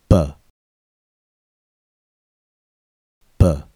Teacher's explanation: B is a stop consonant because we use our lips to stop the airflow.